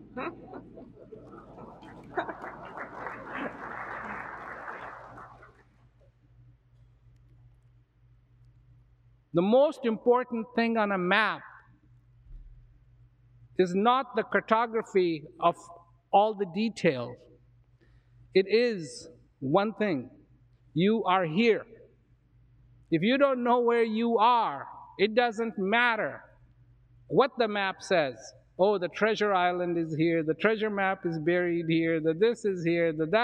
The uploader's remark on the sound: sits down, live, on stage